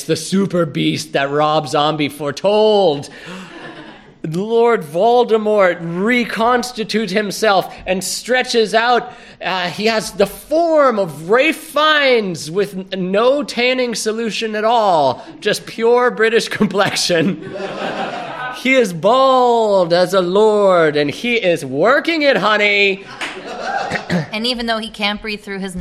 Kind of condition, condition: setting, live audience